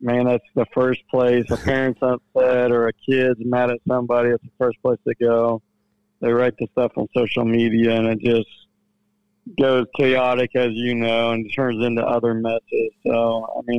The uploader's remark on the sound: called in to the garage.